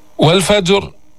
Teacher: الراء مفخمة سكنت وقفا، وقبلها ساكن، وقبل الساكن مفتوح